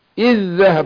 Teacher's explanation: ادغمنا الذال الاولى في الذال الثانيه نطقناها ذال واحده · Term: ادغام مثلين صغير